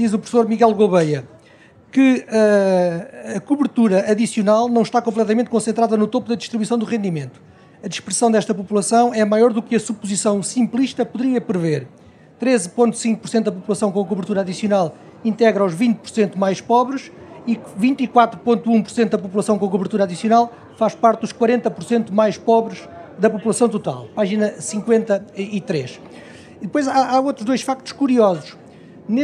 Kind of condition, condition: setting, busy venue